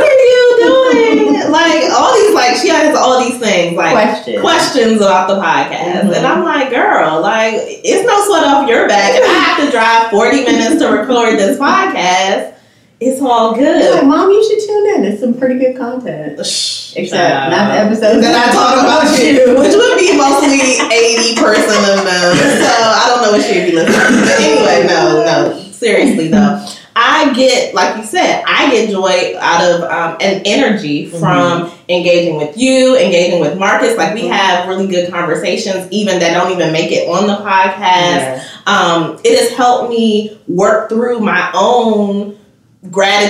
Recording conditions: echo